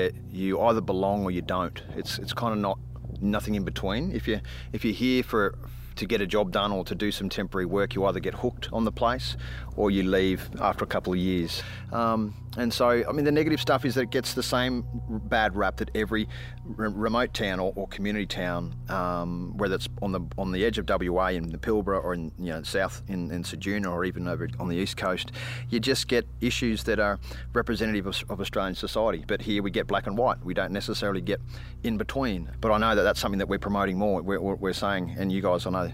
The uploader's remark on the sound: This episode was recorded outside in the wild outdoors. Chickens and car sounds may be distracting.